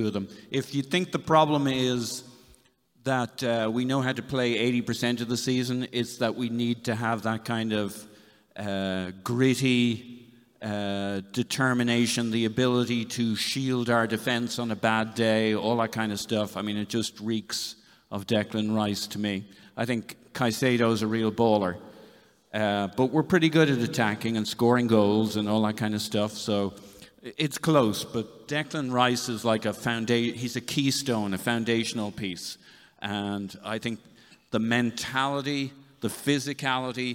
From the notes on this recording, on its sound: This episode is a recording of the Arseblog & Arsenal Vision Live event from Union Chapel